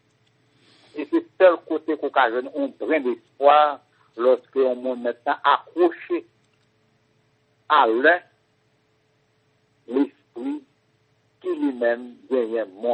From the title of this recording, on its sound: Phone conversation